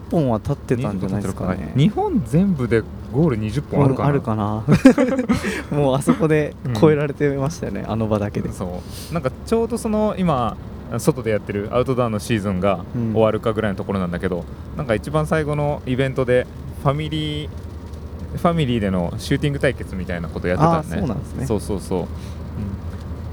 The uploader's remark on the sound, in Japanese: オランダ実況。オランダの車の中で収録・その① ※車の中で収録したためノイズが大きいです。